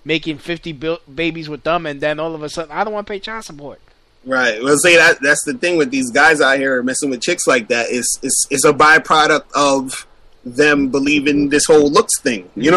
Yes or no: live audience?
no